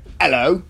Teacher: for a lot of English accents, the word hello, especially in Cockney accents, would lose the H. So it would sound like, hello.